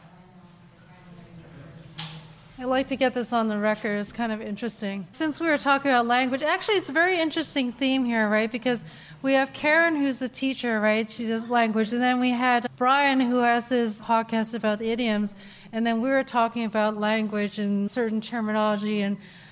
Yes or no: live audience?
yes